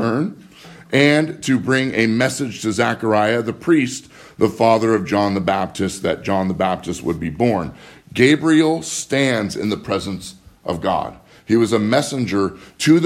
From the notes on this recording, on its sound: Live from Living Word Lutheran in Graham, Wa